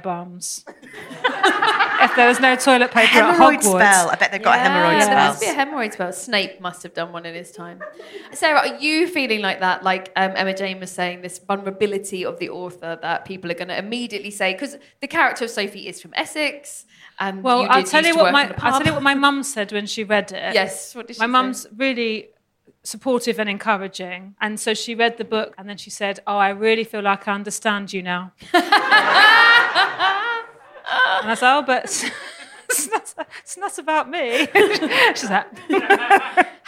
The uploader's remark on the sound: Live at 21Soho. In a special live recording of the podcast.